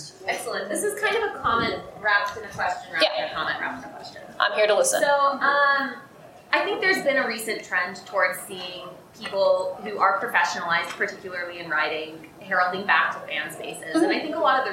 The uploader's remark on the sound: our very first live event, our panel at FanX 2022